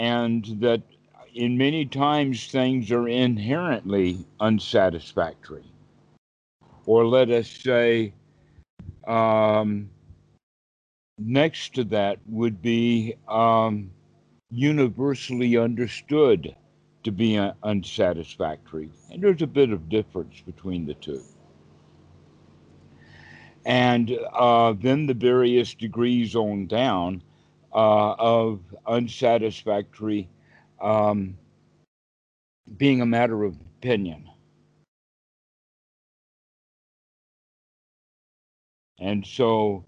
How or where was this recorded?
video call